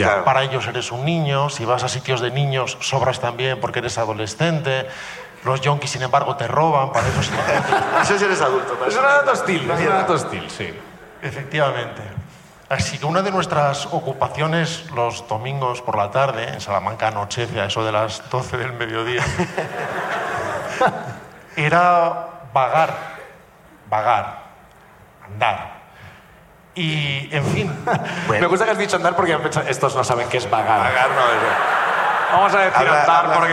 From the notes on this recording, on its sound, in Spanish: La Ruina desde Madrid. El público de La Ruina.